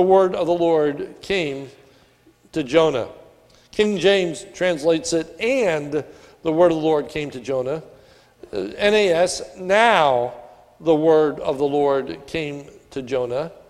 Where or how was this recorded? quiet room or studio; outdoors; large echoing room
large echoing room